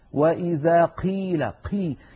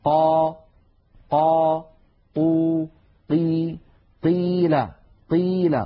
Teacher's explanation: لا نجعل هواء يتدفق مع صوت القاف · Shown in: second take · Term: حرف مجهور